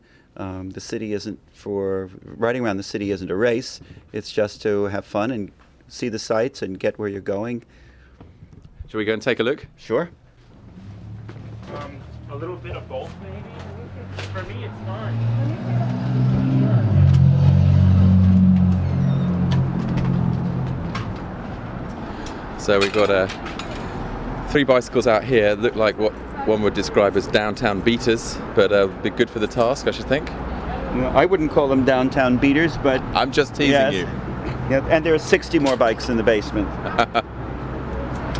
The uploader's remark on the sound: Takes to the streets of Manhattan on a sunny spring Sunday and meets cyclists and assorted Gotham oddballs.